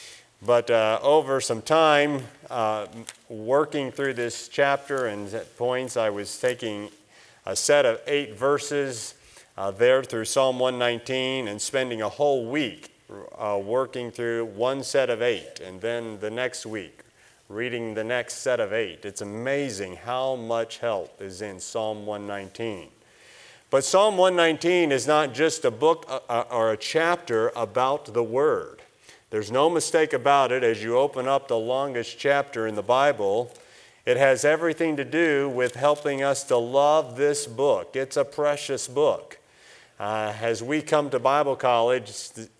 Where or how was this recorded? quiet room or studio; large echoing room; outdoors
large echoing room